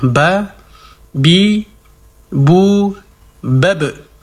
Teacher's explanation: Dikuatkan sifat qalqalahnya, yaitu dipantulkan cara membacanya.